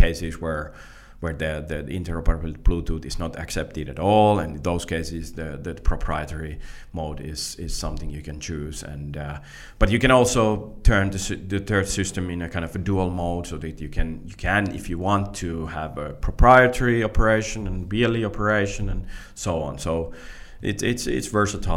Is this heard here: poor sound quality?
no